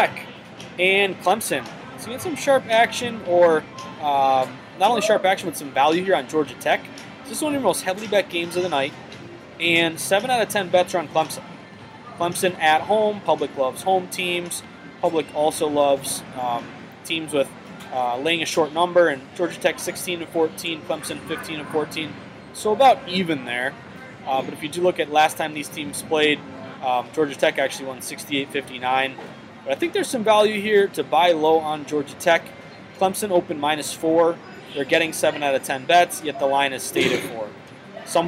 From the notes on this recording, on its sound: Comes to you live from the Tropicana Casino in Atlantic City.